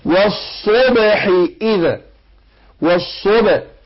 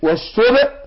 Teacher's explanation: الباء ساكنه من حروف القلقلة · Term: قلقلت الباء